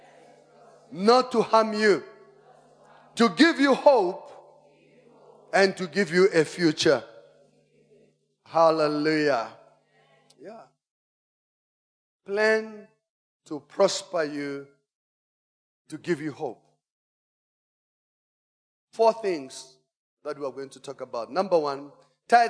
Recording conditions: large echoing room